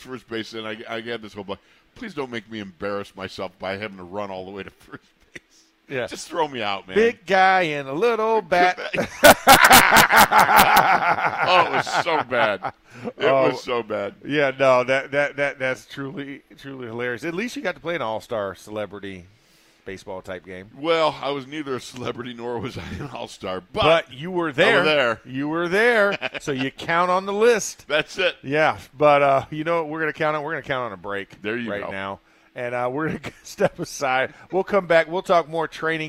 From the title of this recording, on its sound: Live from Steelers Camp Day 15